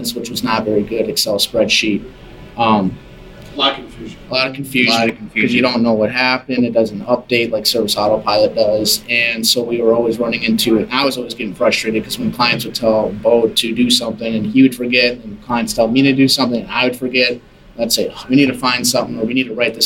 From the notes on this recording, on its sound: recorded at SA5 last fall